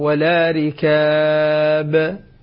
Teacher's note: قلقلة الباء عند الوقف